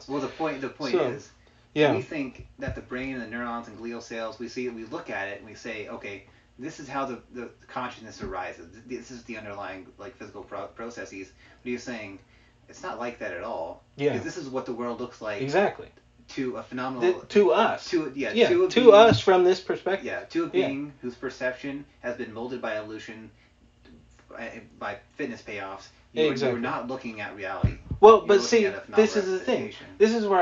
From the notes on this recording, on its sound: Sorry for the audio quality. Still learning to edit.